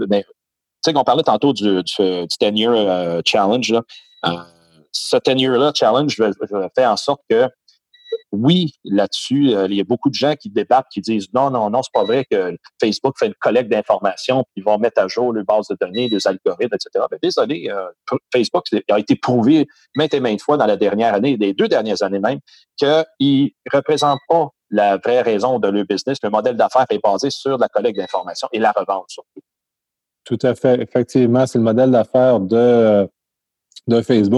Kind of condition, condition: link, video call